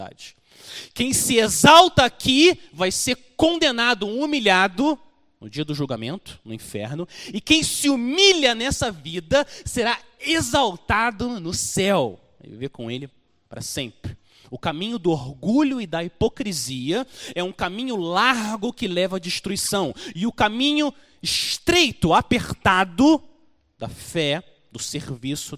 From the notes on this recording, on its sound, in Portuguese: Mensagem gravada na Igreja Batista Jardim Minesota